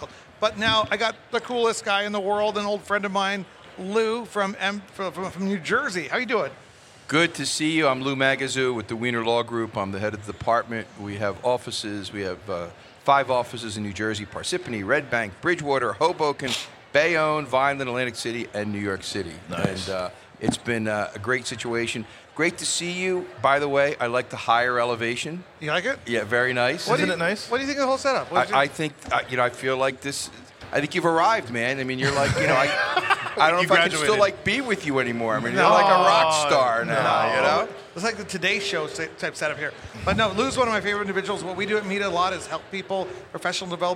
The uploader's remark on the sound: Recorded at MJBizCon 2023.